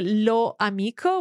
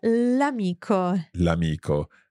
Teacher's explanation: Well, if there is a vowel, we basically use l'apostrophe, which means we take the definite article lo, but we drop the vowel o in order to allow for a better, easier sound. · Shown in: second take